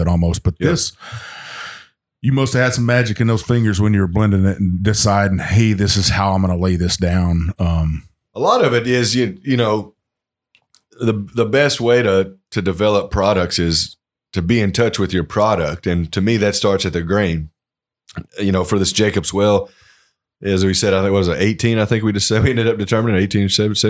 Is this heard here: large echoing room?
no